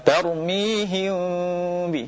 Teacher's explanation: Jadi mimnya tidak ditempelkan tapi ditinggalkan celah sedikit di situ. · Term: ikhfa